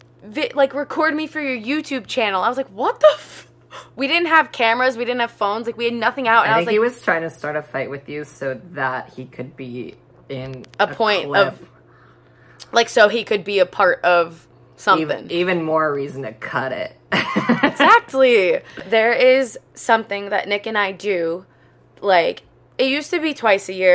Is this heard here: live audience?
no